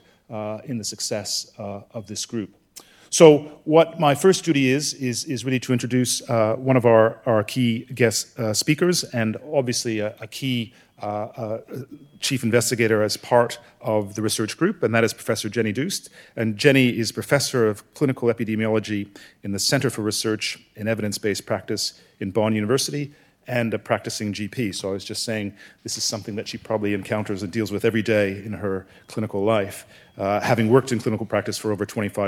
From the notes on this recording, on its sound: Panel discussion with audience Q&A